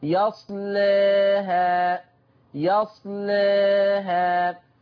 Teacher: عشان اعمل تقليل للالف رققت اللام